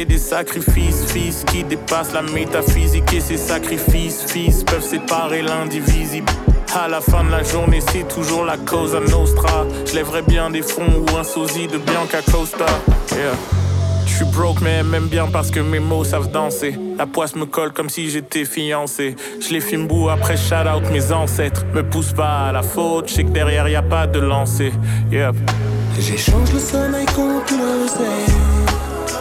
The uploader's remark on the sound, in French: Rediffusion du Forum de la Création Audiovisuelle ! Dans le cadre du « Forum de la Création Audiovisuelle » organisé par l’association Bulldog audiovisuel , nous étions en direct au Safran le 2 décembre dernier.